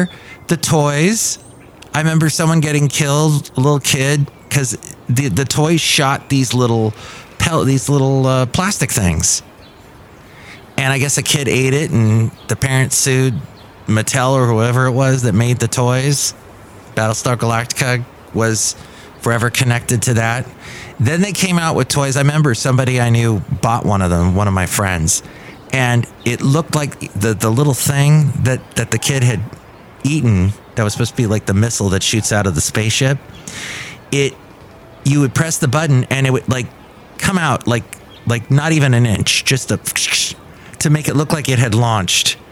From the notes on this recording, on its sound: podcasts live from Café Anyway